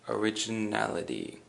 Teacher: And the emphasis is on the na.